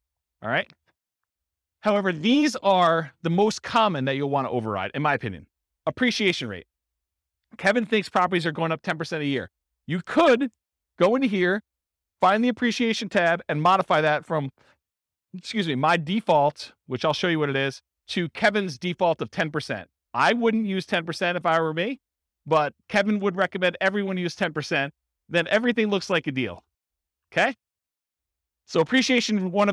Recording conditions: live audience